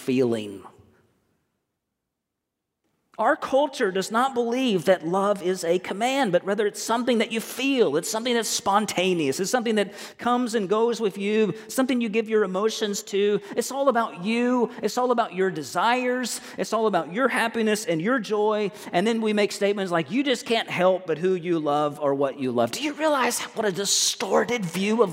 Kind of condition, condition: setting, large echoing room